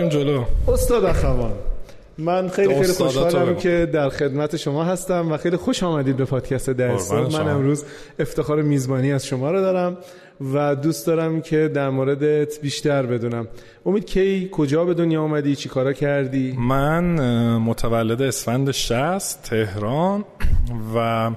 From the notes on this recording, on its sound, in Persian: این قسمت هم مانند قسمت قبل، در حضور جمعی محدود از مخاطبین پروپاقرص و تیم پادکست و با رعایت پروتکلهای بهداشتی ضبط شده است.